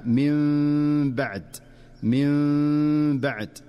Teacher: أما الحكم الثالث فهو الإقلاب، ويكون إذا جاءت النون الساكنة أو التنوين قبل حرف الباء فتقلب النون في النطق ميما مخفاة مع الغنة. ومن أشهر أمثلته في قوله تعالى من بعد، وهنا ينبغي الحذر من إظهار النون كاملة أو نطق ميم ظاهرة كاملة، بل هو أداء دقيق يتلقى بالسماع والمشافهة.